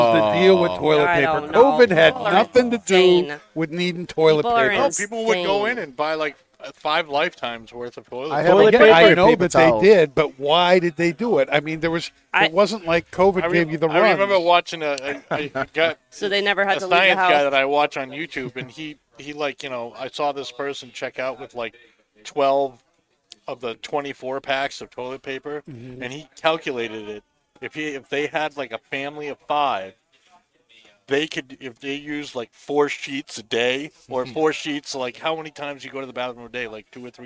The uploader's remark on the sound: Recorded live from the 7-20-4 Lounge!